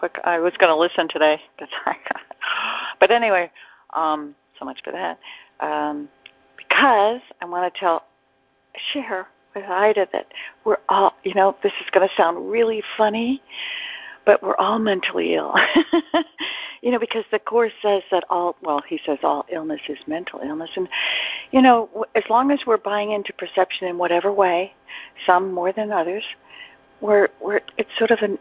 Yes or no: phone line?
yes